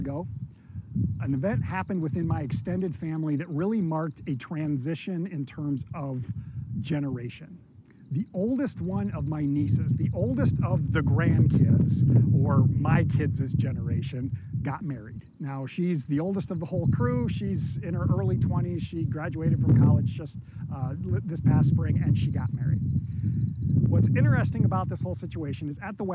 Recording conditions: wind noise